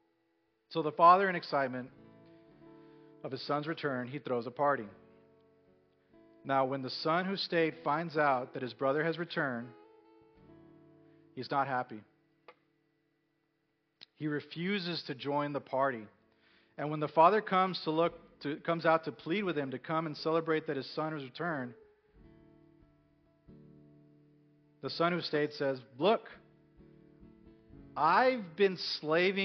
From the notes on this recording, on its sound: Recorded at North Village Church. A non-denominational church in Austin, TX.